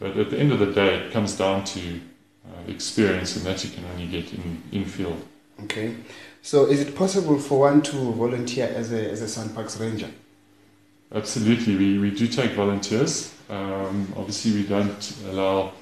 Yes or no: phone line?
no